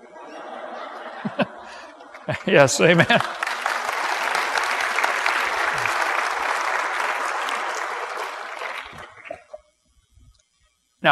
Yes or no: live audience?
yes